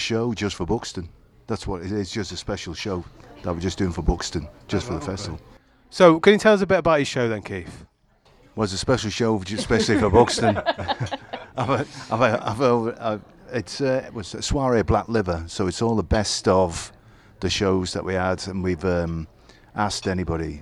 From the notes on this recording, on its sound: As a band unexpectedly starts up in the background. Just outside the pub, so they go in to shelter from the rain.